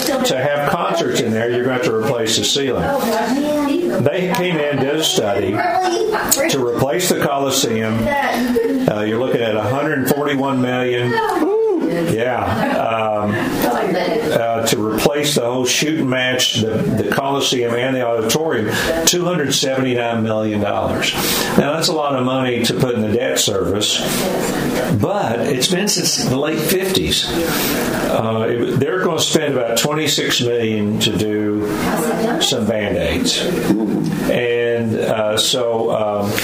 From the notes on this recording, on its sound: LIVE from Tootsie’s Orchid Lounge in Nashville!